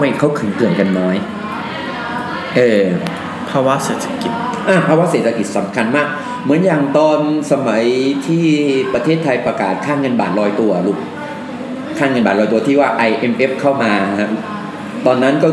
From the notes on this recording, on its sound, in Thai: ตอนบันทึกฝนตกหนัก อาจได้ินเสียงฝนหนักหน่อยนะครับ.